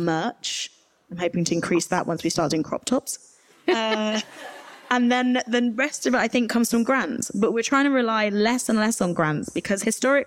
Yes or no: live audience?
yes